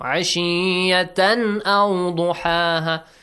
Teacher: Directly, you have to go to the letter Hamza. No changes to the tanween sound. · Term: Izhar